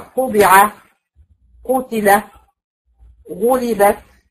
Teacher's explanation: الدرجه الثالثه هي المضموم، زي مثلا قبع، قتل، غلبت. هنلاقي ان هي تفخيمها اقل من المفتوح · Term: المرتبه الثالثه